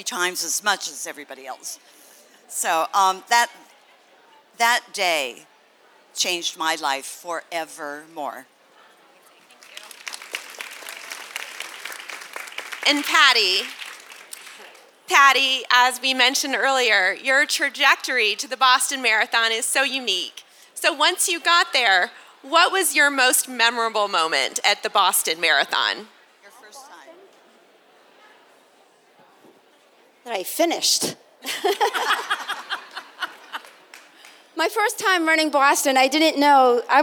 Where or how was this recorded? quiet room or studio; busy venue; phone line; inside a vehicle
busy venue